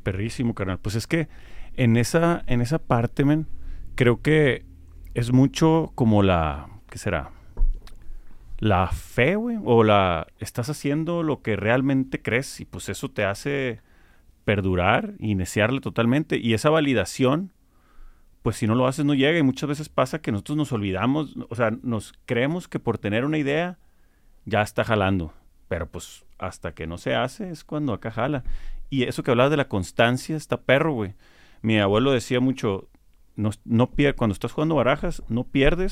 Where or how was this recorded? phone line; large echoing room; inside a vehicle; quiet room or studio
quiet room or studio